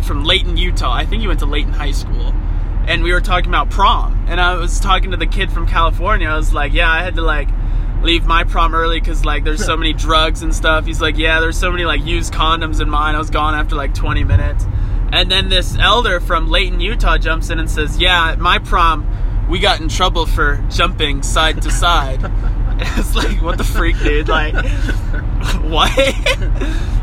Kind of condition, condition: setting, inside a vehicle